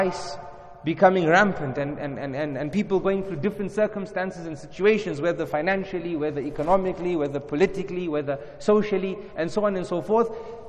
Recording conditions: large echoing room